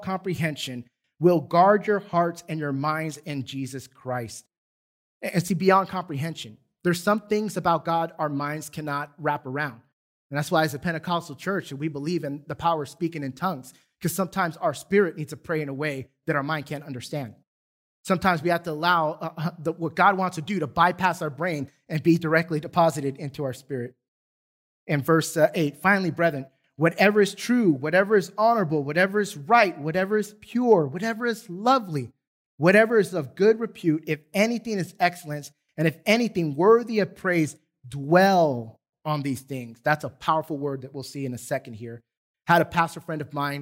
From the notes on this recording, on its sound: Recorded from South Gate Fellowship in Duncanville, TX on Sunday, October 31, 2021.